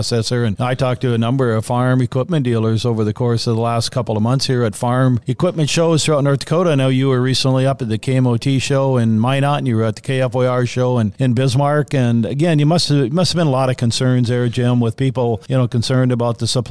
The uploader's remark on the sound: Farmland Market Updates, Live From the Arizona Land Seminars.